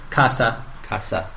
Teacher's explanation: It's not like Portuguese. It doesn't become a Z sound. It stays an S sound, so it's casa.